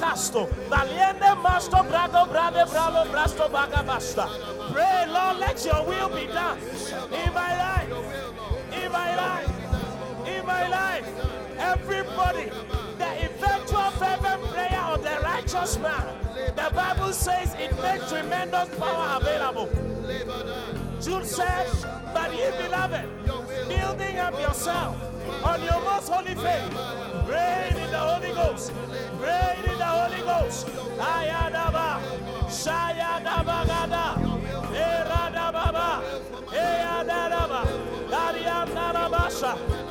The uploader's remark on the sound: Encounter Service. Preached at The Qodesh.